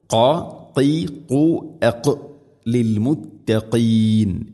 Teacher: അതുപോലെ അൽ മുത്തഖി ലിൽ മുത്തഖീൻ, മുത്തഖീൻ ഖാഫ്, മുത്തഖീൻ എന്നല്ല, മുത്തഖീൻ. തൊണ്ടയുടെ മുഗൾ ഭാഗവും കഴിഞ്ഞ് അതിൻ്റെ മേലെയാണ് ഖാഫിൻ്റെ മഖ്റജ്